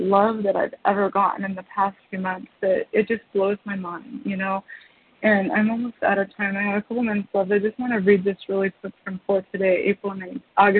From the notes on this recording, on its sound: qualification from the 100 Pounders Phone Meeting